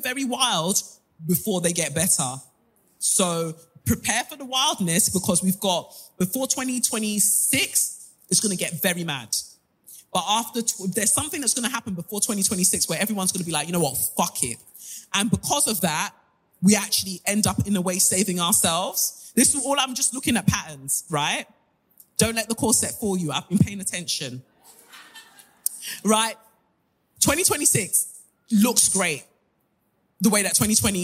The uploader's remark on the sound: NYC LIVE SHOW.